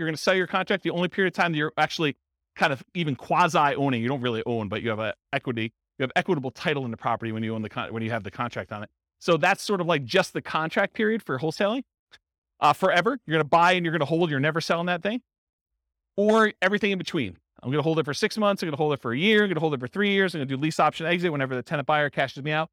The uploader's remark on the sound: This was a live class recorded. In Wilmington, Delaware.